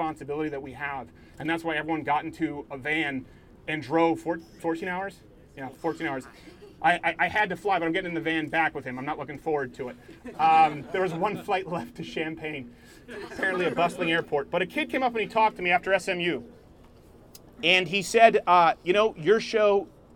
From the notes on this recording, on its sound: 'CHANGE MY MIND' LIVESTREAM! We take to the streets of Illinois.